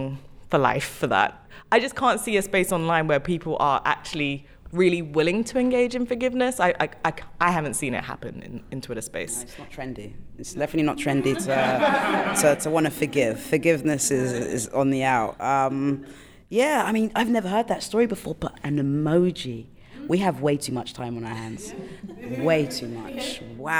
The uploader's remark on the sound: Featuring the best bits of a lively two hour discussion in front of a live audience held recently at Southbank Centre in London.